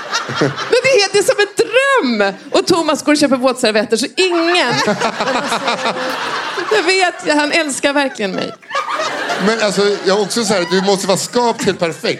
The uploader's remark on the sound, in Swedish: Live på Scala